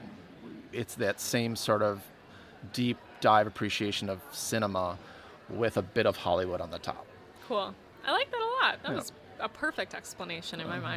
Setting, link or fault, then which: setting, busy venue